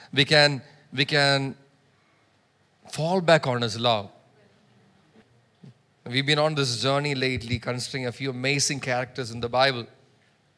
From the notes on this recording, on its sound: preached at Sunday Service on 25 June 2023 at Revelation Church